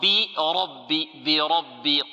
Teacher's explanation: والراء مفخمة والباء مرققة